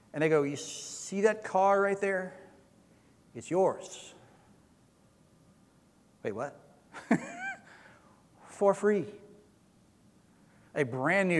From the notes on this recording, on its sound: Recorded sermon from Easter Sunday April 17, 2022.